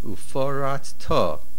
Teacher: The stress is at the end, uforat to